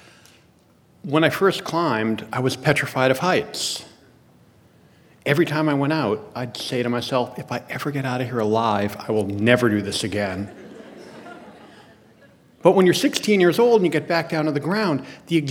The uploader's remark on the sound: The Moth Radio Hour: Live from Portsmouth. A special episode live from Portsmouth.